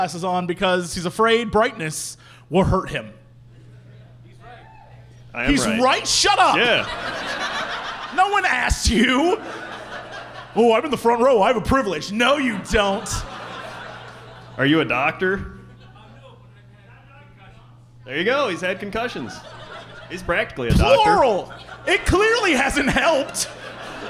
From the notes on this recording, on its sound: return to Chicago once again for a live show